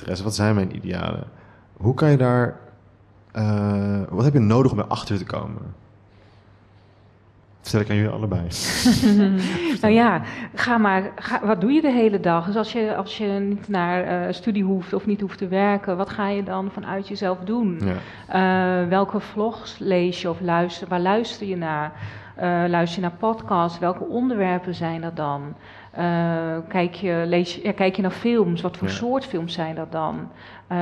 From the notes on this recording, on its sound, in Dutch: 1 Uur Over… is een live gespreksprogramma dat op 15 maart 2023 werd opgenomen in de Serre van de Botanische Tuinen in Utrecht.